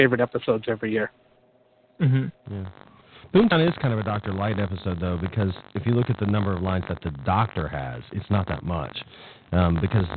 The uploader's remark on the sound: With live listener feedback. Recorded live on the net via TalkShoe on Sunday, 10th of June 2007. Note: This is a "Rough, Ready, and Raw" version -- this podcast episode is going out as it was recorded, with no post production work...